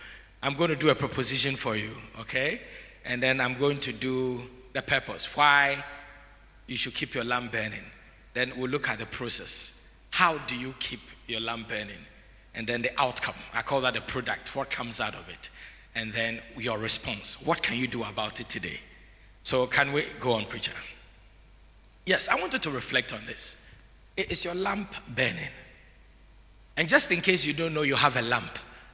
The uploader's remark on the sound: Sermon preached at CBC Shiashie Campus